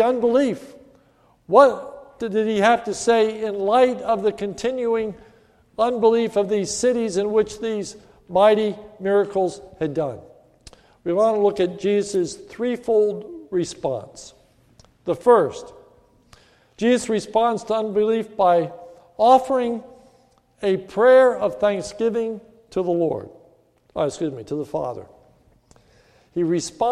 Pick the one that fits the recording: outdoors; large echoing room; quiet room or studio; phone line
large echoing room